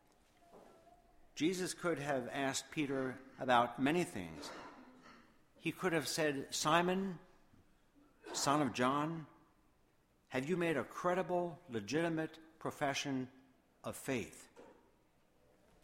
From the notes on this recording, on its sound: Sermon Audio from Woodbury Church of the Brethren.